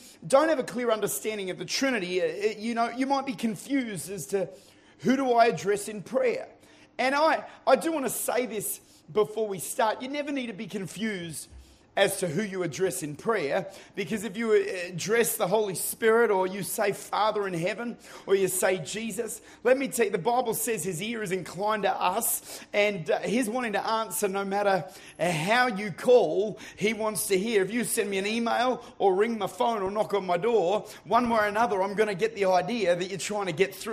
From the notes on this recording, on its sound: Recorded at Lifepoint Church, Adelaide, Ridgehaven Campus.